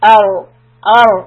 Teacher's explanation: So alif is soft, ra is heavy